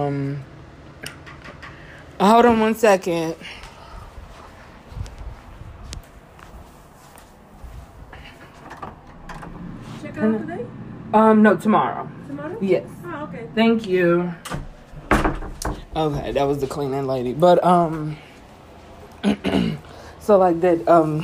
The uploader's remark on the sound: PS: I had no idea how to work the a/c in here! There is background noise.